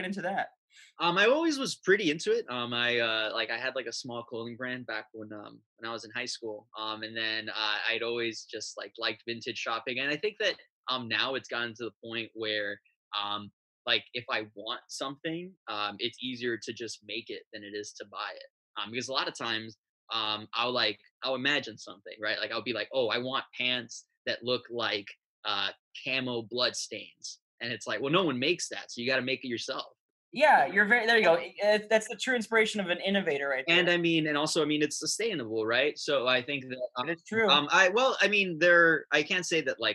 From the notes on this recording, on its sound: Via video chat all the way from New York City. I knew this was going to be a weird dive into the web-chat world but I decided to jump on the "Zoom" train along with everyone else.